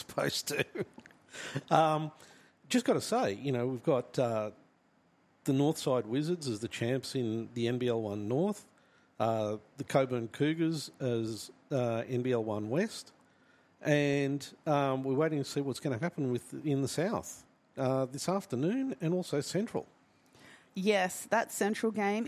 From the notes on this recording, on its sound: LIVE NBL1 East Women's Grand Final pre-game podcast from Brydens Stadium